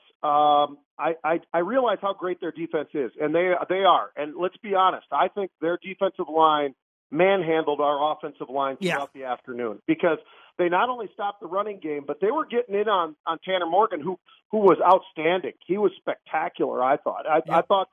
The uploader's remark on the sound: Opens up the phone lines.